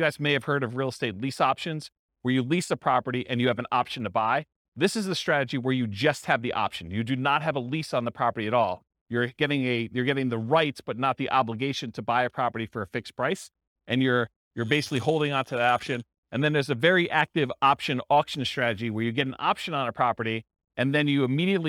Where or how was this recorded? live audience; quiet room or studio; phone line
live audience